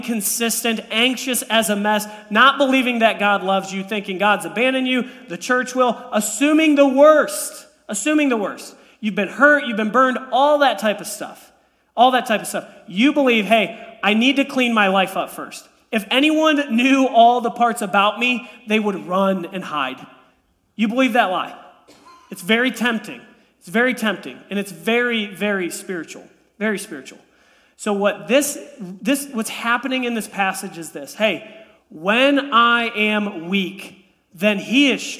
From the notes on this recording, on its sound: This message was preached on January 15, 2023 at FIVE39 Church.